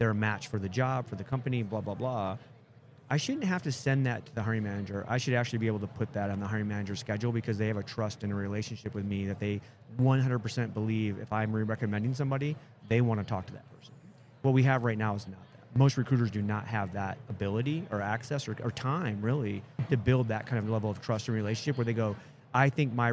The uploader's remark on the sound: Live at the HR Tech 2022 conference